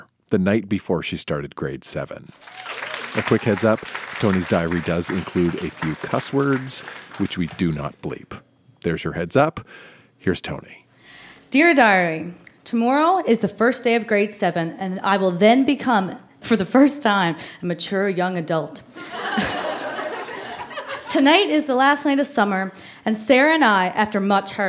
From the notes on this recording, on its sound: Recorded live at The Company House in Halifax.